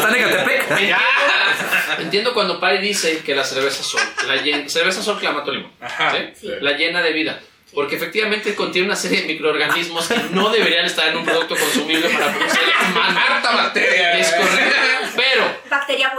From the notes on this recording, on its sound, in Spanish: Hubo problemas con el audio, perdón